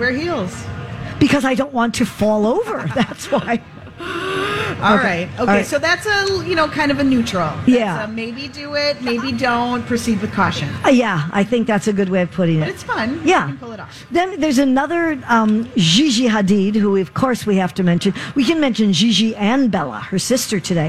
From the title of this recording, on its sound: Live From The Minnesota State Fair